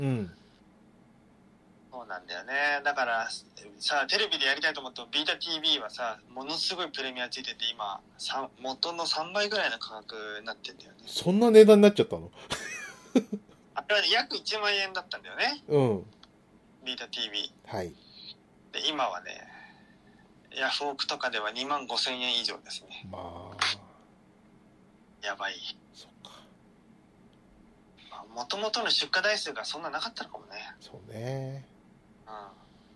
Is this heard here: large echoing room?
no